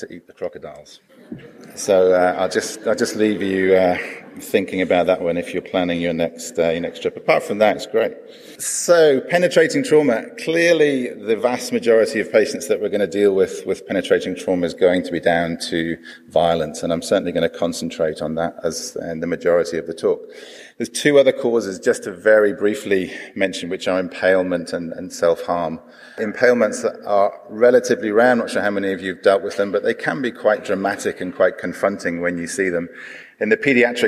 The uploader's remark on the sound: This episode of the podcast is a live recording from the PREMIER Conference.